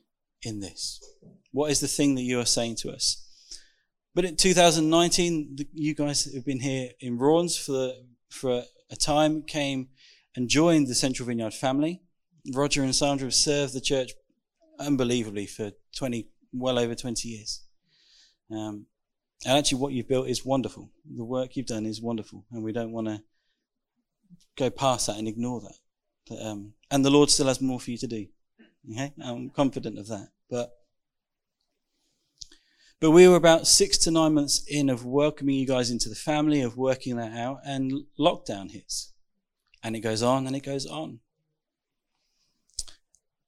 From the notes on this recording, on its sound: Recorded 6th June 2021 at Raunds Saxon Hall ( limited space, whilst under lockdown).